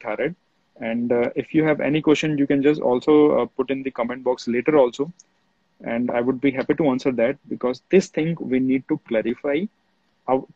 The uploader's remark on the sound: This podcast is an audio excerpt of the Instagram live series